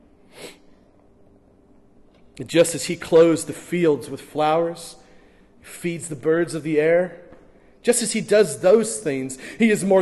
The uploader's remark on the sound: during the morning gathering at First Baptist Church in Hastings, NE